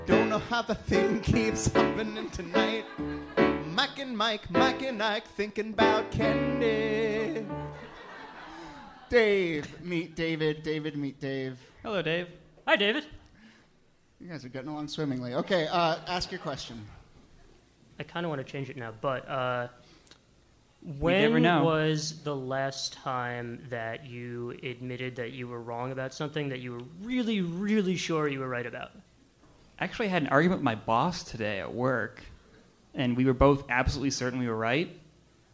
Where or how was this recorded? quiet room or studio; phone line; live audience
live audience